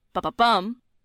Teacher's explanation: The anapest, 2 unstressed followed by a stressed, ba-ba-bum.